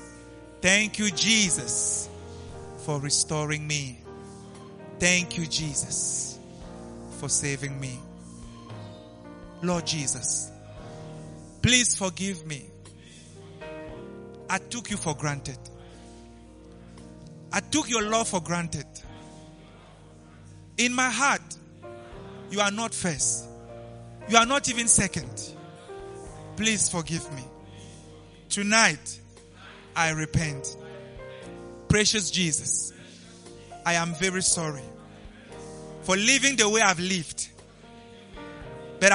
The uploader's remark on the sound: LIVE AT ABC KHALANYONI.